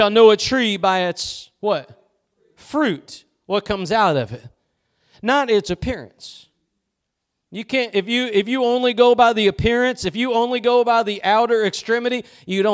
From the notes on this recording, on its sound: Preached at Gospel Lighthouse in Bossier City, La.